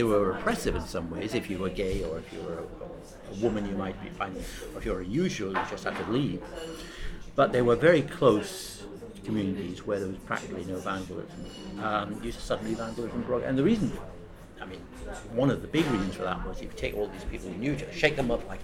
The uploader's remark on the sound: The conversation was recorded in a hotel bar in central London, so there is some background noise.